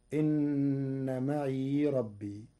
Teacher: قرأ ورش كلمة معي بإسكان الياء في لغة بعض العرب فتكون إن معي ربي.